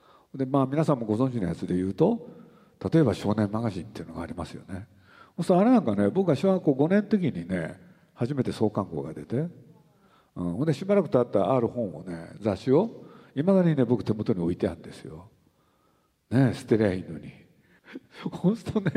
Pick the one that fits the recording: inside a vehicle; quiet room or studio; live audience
live audience